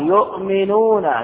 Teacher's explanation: فإن كان فتحة أبدلنا الهمزة ألفا، وإن كان ضمة أبدلنا الهمزة واو. يؤمنون همزة ساكنة أبدلت إلى واو